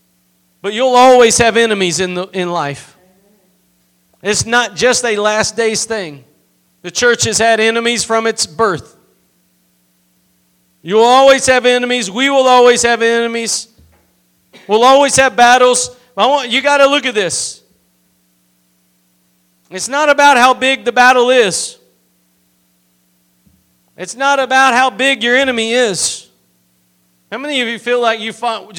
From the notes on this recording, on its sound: Preached at Gospel Lighthouse in Bossier City, La.